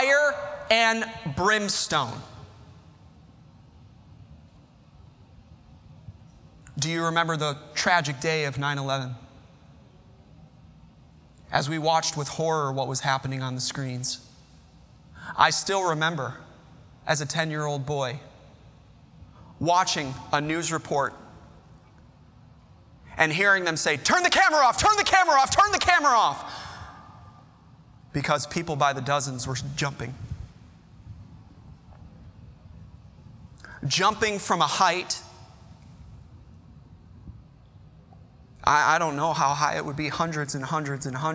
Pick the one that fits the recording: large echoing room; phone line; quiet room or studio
large echoing room